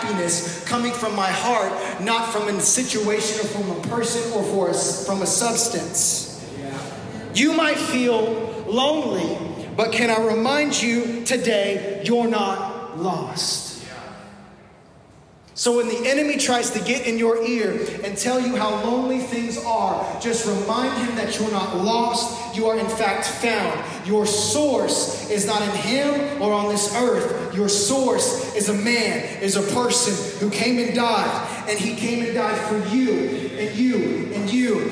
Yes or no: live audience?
yes